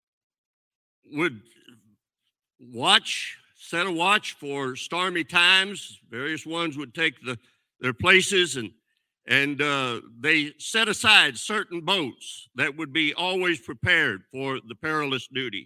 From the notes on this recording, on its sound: This sermon was recorded live on May 13th, 2022 at Newark United Pentecostal Church.